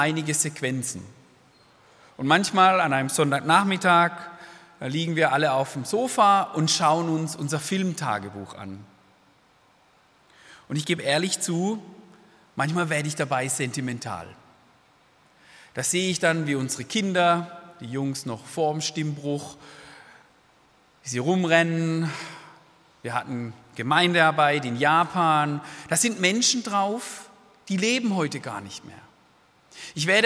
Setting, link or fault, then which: setting, large echoing room